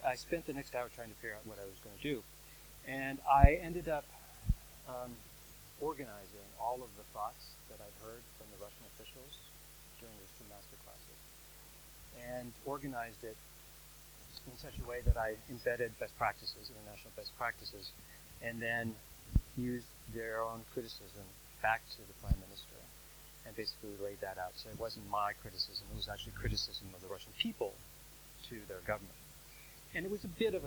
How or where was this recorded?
large echoing room